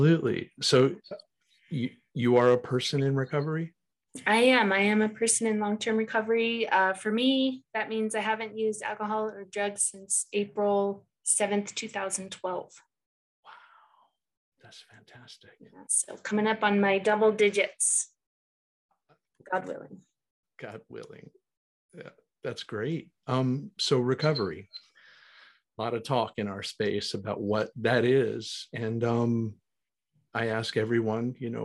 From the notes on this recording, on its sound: Recorded 10.20.2021 from Raleigh, NC & Colorado Springs, CO on Zoom